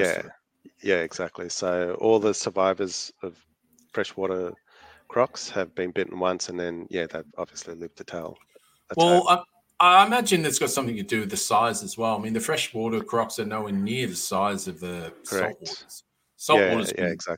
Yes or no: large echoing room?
no